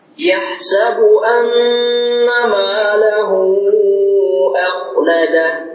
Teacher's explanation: Kita panjangkan ya, lahu walaupun sedikit boleh 2, boleh 4, boleh 5, tapi kita panjangkan.